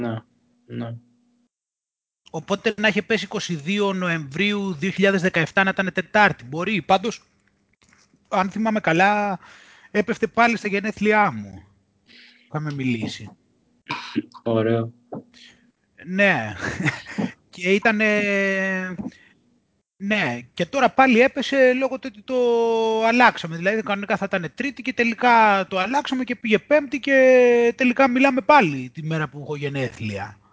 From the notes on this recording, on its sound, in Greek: Οι εβδομαδιαίες συνομιλίες μας στο skype κάνουν κάθε φορά και τους δυο μας σοφότερους οπότε πρώτα αποφασίσαμε να τις καταγράψουμε